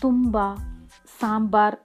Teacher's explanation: തുമ്പ സാമ്പാർ എന്നീ പദങ്ങളിലെ പകാരം അല്പനാദിയും ശ്ലഥവുമായ ഉഭയോഷ്ടസ്പർശ വ്യഞ്ജനമാണ്